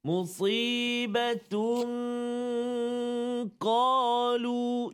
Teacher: pastikan lidah kita tidak menyentuh lelangit ha, kalau tak dia tak jadi dengung · Term: ikhfa hakiki